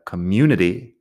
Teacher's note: Fíjate que pronunciamos you ahí en medio